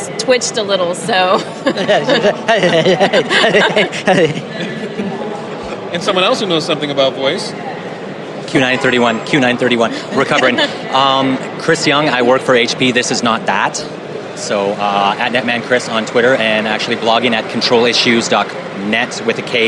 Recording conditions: busy venue